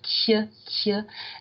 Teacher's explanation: But it does point to a fairly high tongue position for these consonants because it's not just the S. You know, a T can be palatalized in Auvergne